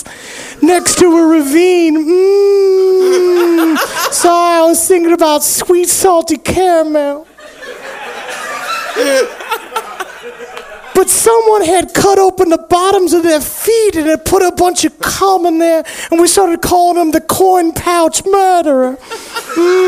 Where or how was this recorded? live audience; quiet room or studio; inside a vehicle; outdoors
live audience